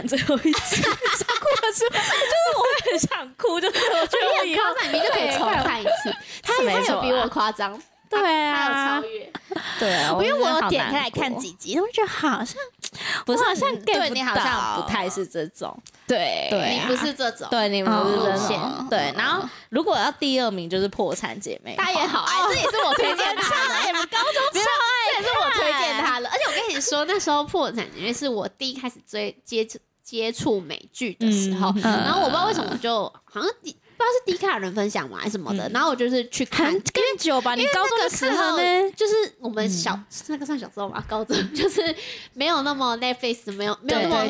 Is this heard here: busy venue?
no